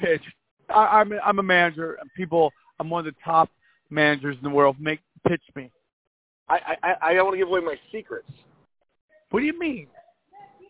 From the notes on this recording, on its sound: You're favorite phone call podcast is back and we are in prime form. While kicking it at his old stomping grounds, Valvoline!